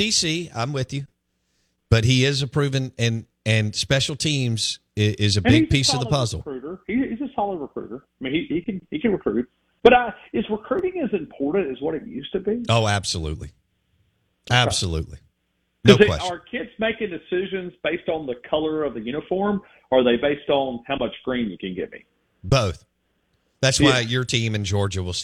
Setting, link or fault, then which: link, phone line